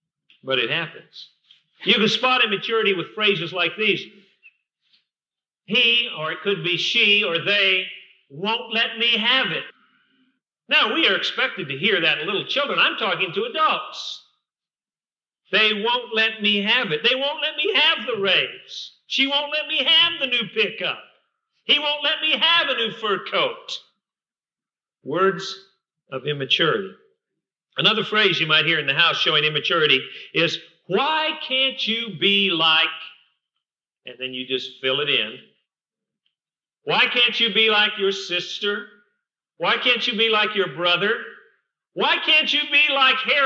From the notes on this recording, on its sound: Recorded at Fillmore Bible Church, Fillmore, California, 1984.